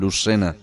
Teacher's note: hay quizá un poquito más de retención entre la lengua, de la punta de la lengua con, con la parte dental. Nos, eh, nosotros, tanto en Montoro como en Priego, dejamos salir el aire mucho más. · Term: la S de Lucena